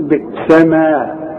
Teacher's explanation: اذا وقفت على هذه الكلمة تقول بئس ما، وتمدها الف كامل